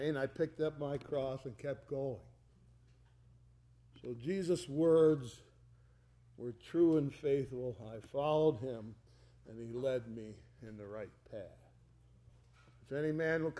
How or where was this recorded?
large echoing room